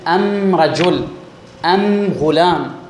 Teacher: يبدلون اللام من أداة التعريف ميما، فأل يقولون أم، يبدلون اللام ميما. · Term: لغة حمير في أداة التعريف